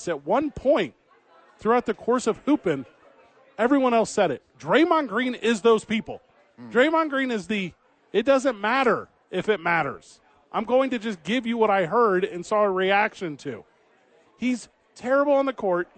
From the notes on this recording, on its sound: live from Sadies to pregame for TNF!